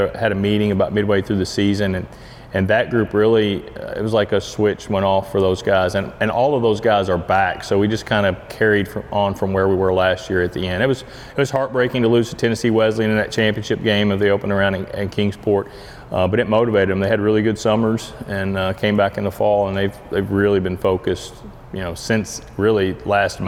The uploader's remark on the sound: This week’s ABCA Podcast is an on-location episode from Lewiston, ID for the NAIA World Series.